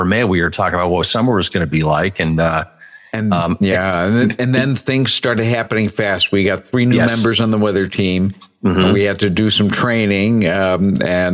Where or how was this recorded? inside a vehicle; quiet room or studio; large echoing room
quiet room or studio